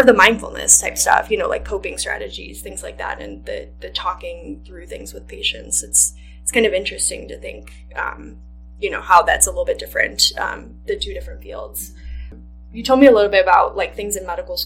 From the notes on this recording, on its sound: the audio unfortunately is not the best